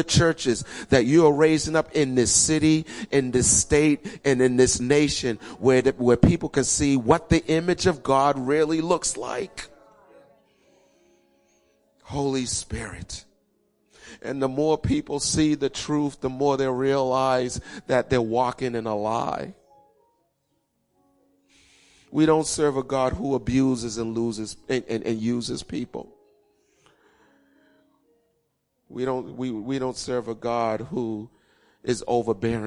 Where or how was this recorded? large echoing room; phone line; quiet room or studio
large echoing room